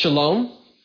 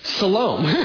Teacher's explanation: Their dialect of Hebrew supported the S sound. · Shown in: second take · That's one of the reasons why in Hebrew you don't have an SH. · I think it was the purpose was that Ephraimites, their dialect did not support the sound shh, the SH sound. Their dialect of Hebrew supported the S sound.